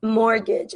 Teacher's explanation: do not pronounce the T in the word mortgage